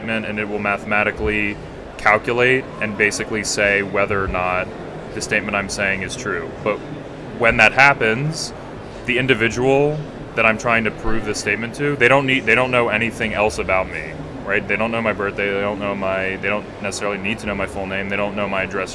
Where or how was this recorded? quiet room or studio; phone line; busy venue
busy venue